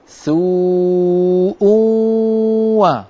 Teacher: سوء همزة مضمومة بعدين تنوين مدغم بالواو